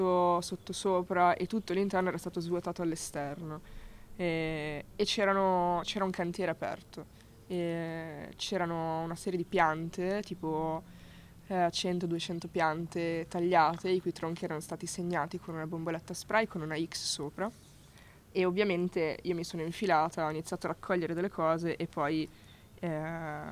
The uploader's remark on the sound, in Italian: Trentunesimo podcast registrato in viaggio. All'interno della sua fedele macchina, casualmente concluso all'Osservatorio Astrofisico di Torino.